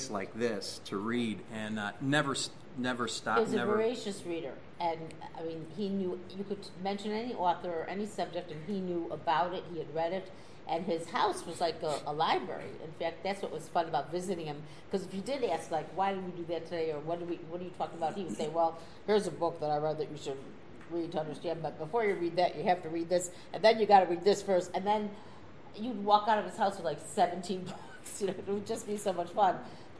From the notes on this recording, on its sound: SCC Special Chicago: Del Close Panel part 1. At the iO Theatre in Chicago. Answer questions from the audience.